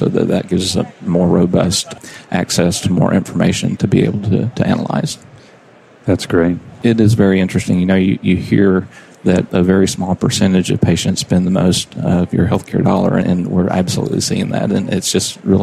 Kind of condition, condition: setting, busy venue